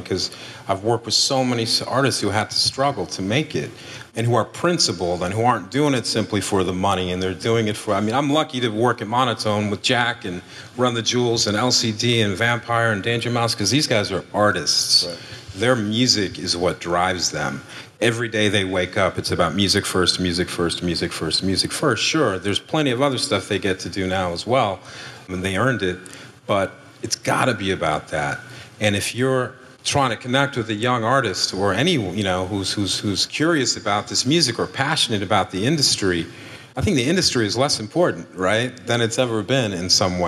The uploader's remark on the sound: LIVE in Seattle. An Upstream Summit keynote panel.